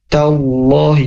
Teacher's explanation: Nah, huruf ta yang berharokat fathah ketemu dengan lafaz Allah, maka dibacanya tebal ya huruf lamnya